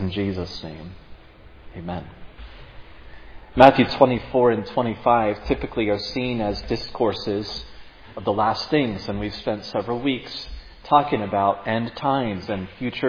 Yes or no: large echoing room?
yes